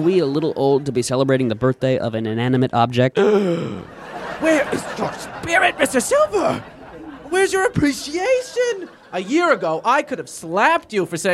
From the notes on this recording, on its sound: Recorded at Improv Asylum in Boston Massachusetts.